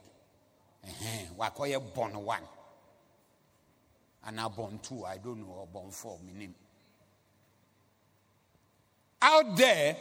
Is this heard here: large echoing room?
yes